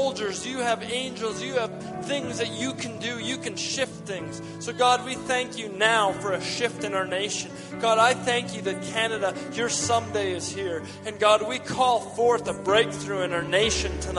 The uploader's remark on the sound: We gathered at North Pointe Community Church in Edmonton, AB as the first significant snow fell outside.